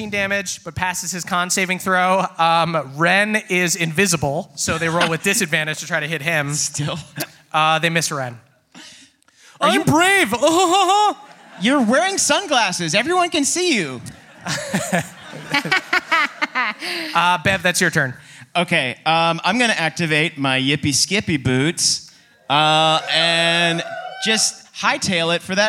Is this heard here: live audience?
yes